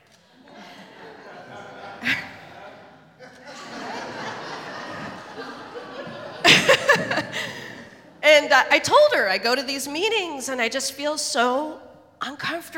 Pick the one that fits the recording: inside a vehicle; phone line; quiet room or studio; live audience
live audience